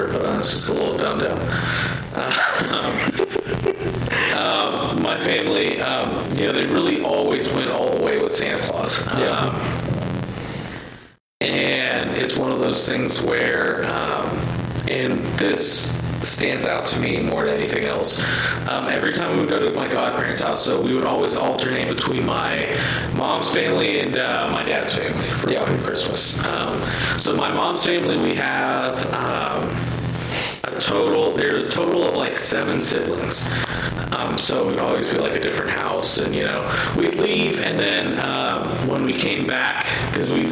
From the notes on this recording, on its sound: The bad news is we didnt figure it out until we recorded this episode. Sorry for the audio quality.